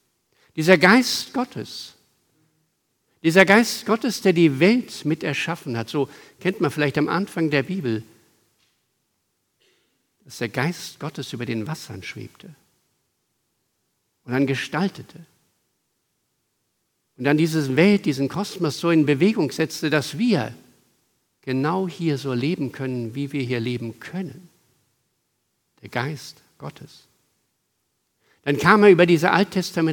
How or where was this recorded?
large echoing room